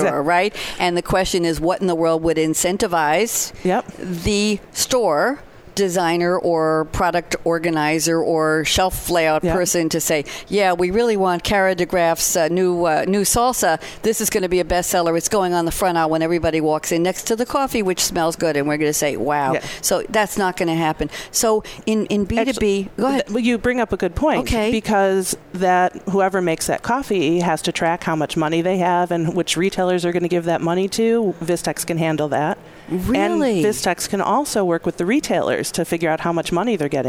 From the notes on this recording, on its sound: live at SAPPHIRE NOW 2017